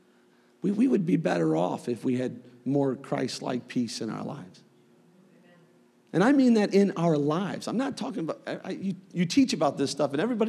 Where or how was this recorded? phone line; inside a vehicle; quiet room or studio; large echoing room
large echoing room